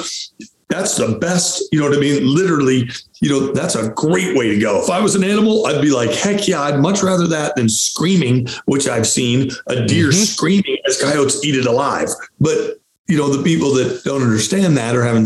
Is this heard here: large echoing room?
no